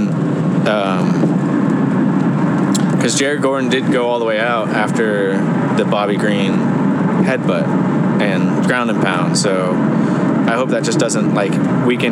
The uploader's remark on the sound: On the Road. Eventually the car audio may improve, we will see how this goes.